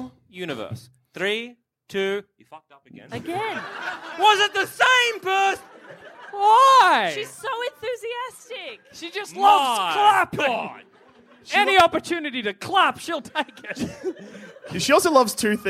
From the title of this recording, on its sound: Live from MICF